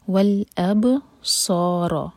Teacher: با ساکن پر قلقلہ کیا جاتا ہے تو با کو جھٹکا دے کر پڑھیں گے والابصار صاد ہیوی لیٹر ہے منہ بھر کر پڑھیں گے اور